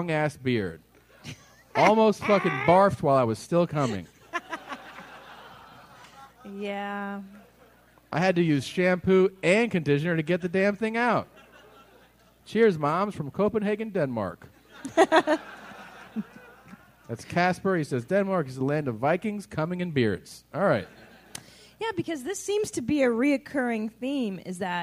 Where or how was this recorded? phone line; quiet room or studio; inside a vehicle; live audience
live audience